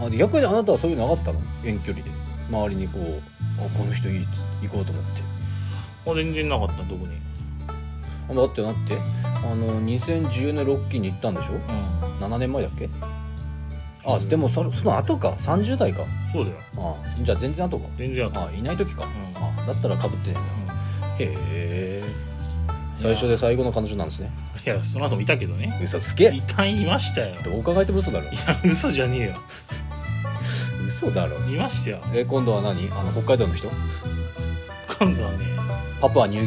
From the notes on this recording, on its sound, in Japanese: 雨の中の収録となった今回